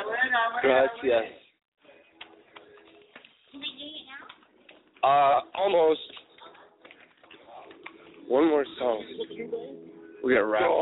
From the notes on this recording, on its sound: Broadcasting live from the Old Towne Pub in Pasadena, CA.